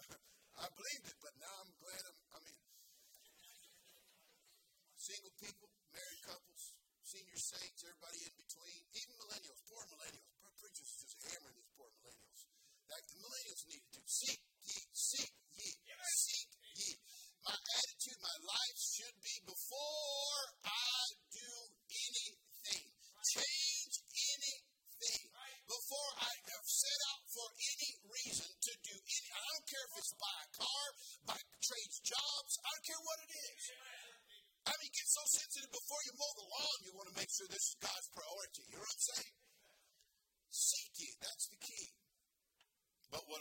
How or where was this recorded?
large echoing room